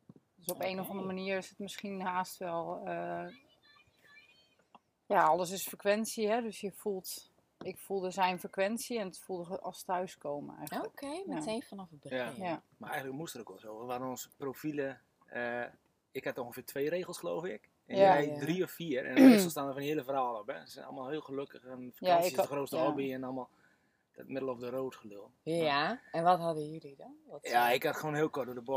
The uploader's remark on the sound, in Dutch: Op het heerlijke Vlieland! Compleet met meeuwengeluiden op de achtergrond.